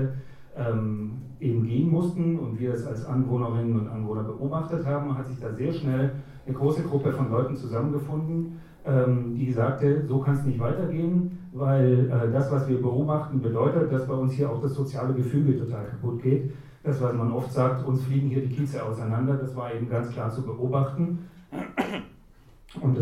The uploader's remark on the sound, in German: Audiomitschnitt der Veranstaltung vom 24.01.2018.